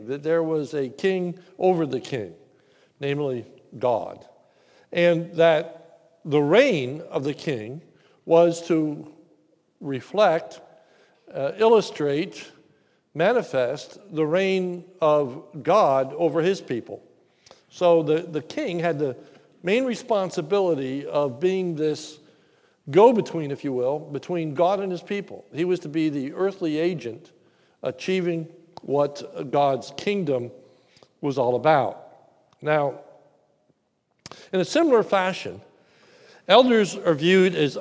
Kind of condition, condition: setting, large echoing room